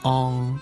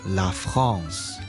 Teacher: 呢两个字母 AN。喺法文入面呢,AN 摆埋一齐呢，佢就会组成一个我哋叫做鼻化嘅元音，即係有个鼻音喺入面嘅